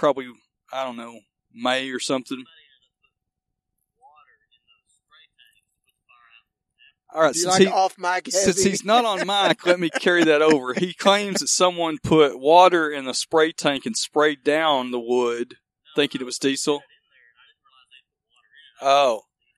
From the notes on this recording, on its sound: The crew sets up outdoors to record. The batteries of the recorder run out.